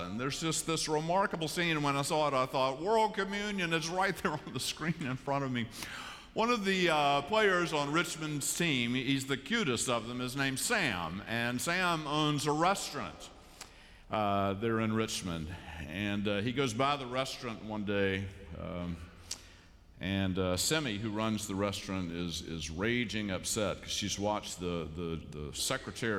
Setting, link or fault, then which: setting, large echoing room